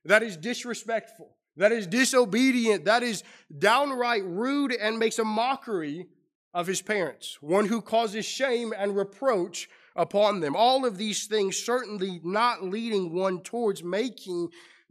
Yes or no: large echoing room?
yes